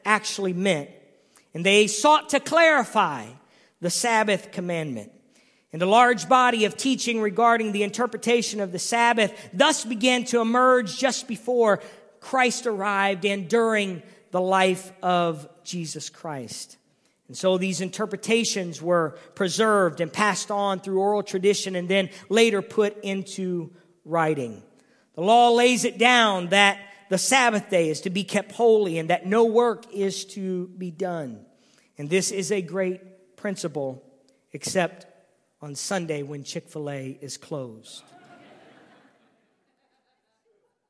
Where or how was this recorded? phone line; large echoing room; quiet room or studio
large echoing room